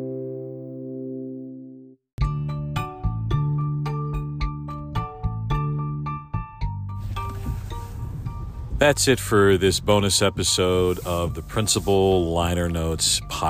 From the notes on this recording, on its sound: Another morning commute free-form episode all recorded in one take in my car